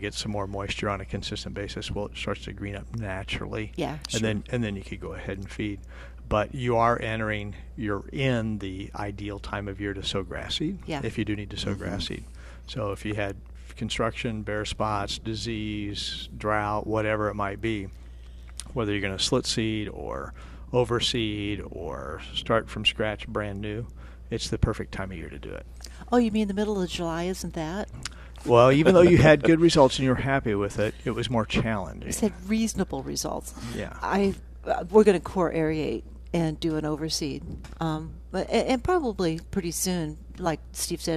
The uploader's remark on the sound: Plant Experts Live at Prairie Gardens. Live from Prairie Gardens every Saturday.